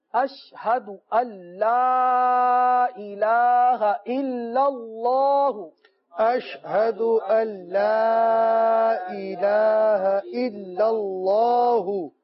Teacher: پہلے کلمے کے اس حصے پر اشہد اللہ، یہاں بہت ساری غلطیاں کرتے ہیں، بعض پڑھتے ہیں اشہد ان لا پڑھتے ہیں، ان لا نہیں پڑھا جائے گا، کیونکہ یہ نون جو ہے لام کے ساتھ ملا کر پڑھیں گے مدغم کر کے